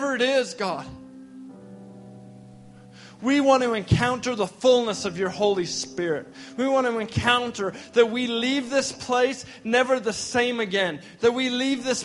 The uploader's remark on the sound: we gathered at Victory Church on the Rock in Edmonton, AB for our first Resurgence gathering of the fall!